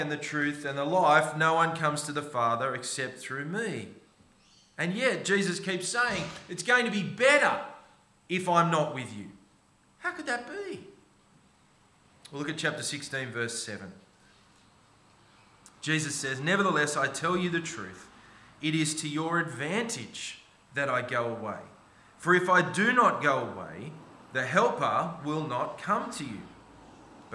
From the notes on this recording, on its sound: This sermon was preached on 19 November 2023 at all services of Helensburgh and Stanwell Park Anglican Church.